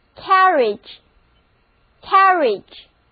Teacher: 第一个音节中的 A 发梅花音，第二个音节中的 I-A 组合发 E 的音